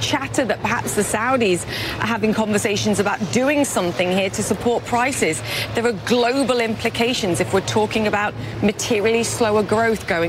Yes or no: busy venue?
yes